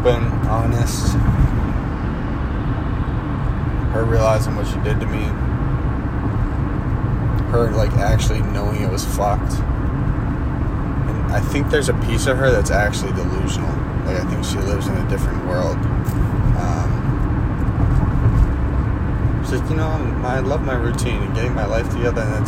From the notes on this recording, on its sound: Recorded on the freeway in Westlake/Agoura Hills/Calabassas, CA.